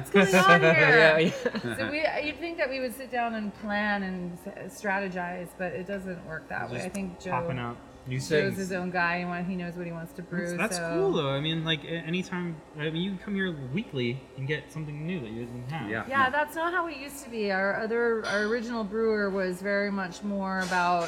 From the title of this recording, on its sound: Live! From MacLeod Ale Brewing Co.